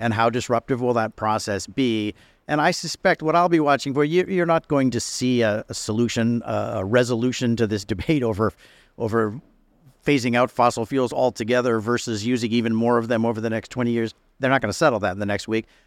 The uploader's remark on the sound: The Energy Gang on the ground at COP28. Part one of our coverage live from the conference. Listen in as we kick off our special podcast series, live from Expo City in Dubai at COP28.